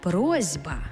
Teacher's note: А глухий плюс дзвінкий шукає собі дзвінку пару. Тобто глухий «с» знайшов собі дзвінкий «з». І в транскрипції з'явилася «просьба».